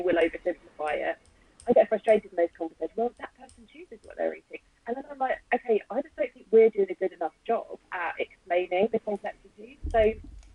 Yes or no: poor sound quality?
yes